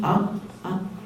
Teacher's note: this sound A, this is the most basic sound, a sound you make without the lips or the tongue or the teeth